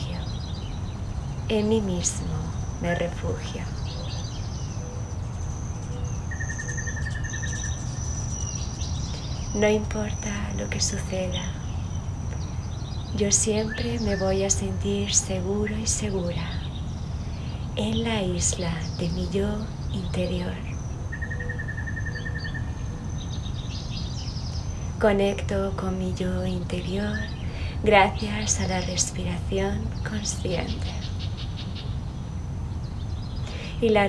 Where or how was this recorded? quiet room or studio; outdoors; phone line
outdoors